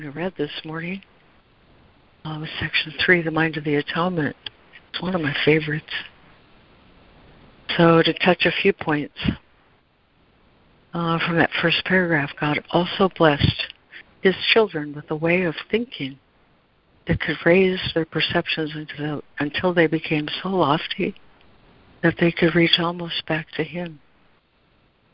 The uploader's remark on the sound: ACIM Daily Conference Call